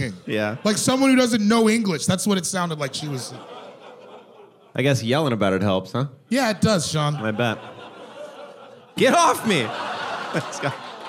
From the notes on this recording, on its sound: This episode was recorded live at the Doug Fir in Portland, Oregon.